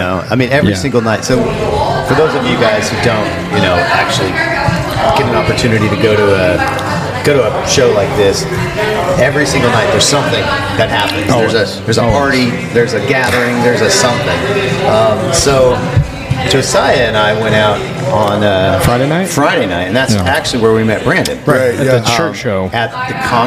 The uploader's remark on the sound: LIVE from Long Beach ISS